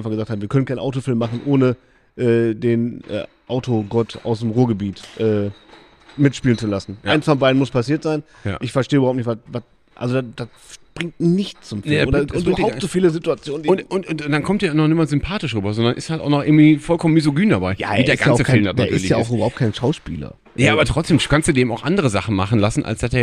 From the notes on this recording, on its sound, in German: Diesmal ohne Gast, dafür live on location, in Deutschlands schönstem Kino: es ist Manta-Zeit! Die aus der Lichtburg.